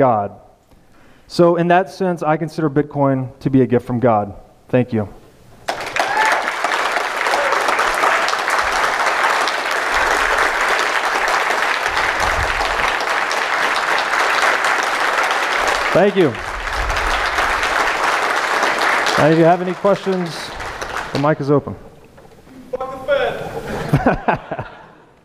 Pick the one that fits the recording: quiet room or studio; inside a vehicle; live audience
live audience